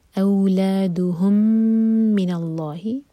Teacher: میم اور میم کا ادغام، ادغام مثلین، میم پر غنہ کریں گے